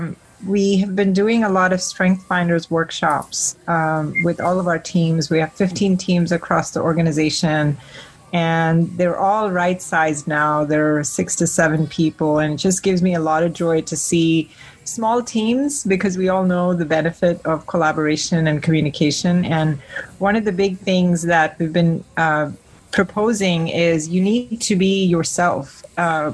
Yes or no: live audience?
no